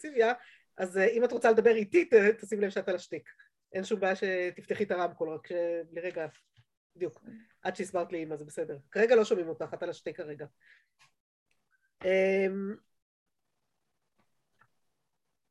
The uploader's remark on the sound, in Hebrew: השיעור הועבר והוקלט בזום